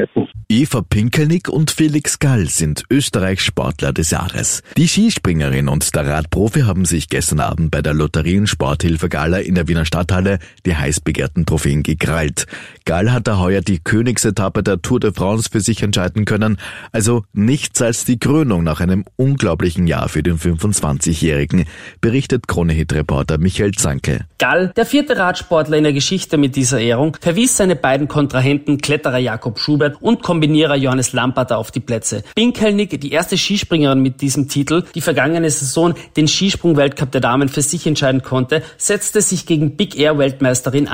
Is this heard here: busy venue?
no